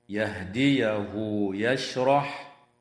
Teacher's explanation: وتوصل هاء الضمير في قوله تعالى يهديه يشرح